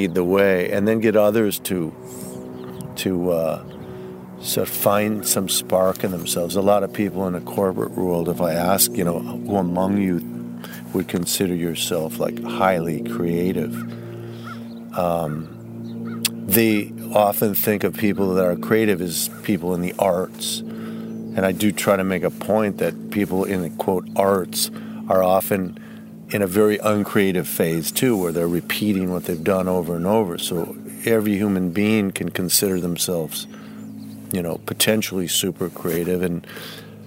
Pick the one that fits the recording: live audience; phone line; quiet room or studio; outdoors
outdoors